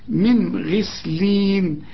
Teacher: الغين اي نعم مفخمه من الحروف المفخمه، لكن هي هنا مكسوره فنطقها غي، يعني السامع يظن انها مرققه، لكن هي من الحروف المفخمه، لكن في اخر درجات التفخيم.